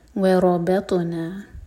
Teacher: واو light, را heavy, با light, تو ہیوی، تو مبرکر اور قلقلہ